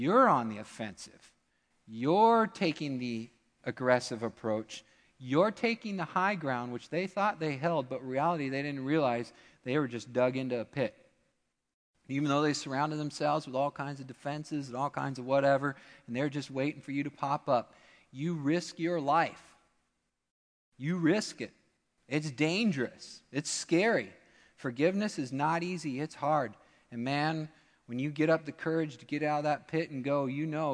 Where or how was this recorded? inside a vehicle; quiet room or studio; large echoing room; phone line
large echoing room